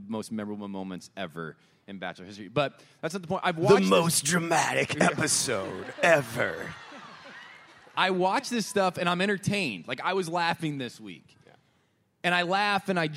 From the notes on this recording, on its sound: Live from the Palace of Fine Arts